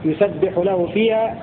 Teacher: وقرأ الباقون بكسر الباء يسبح له فيها مبنيا للمعلوم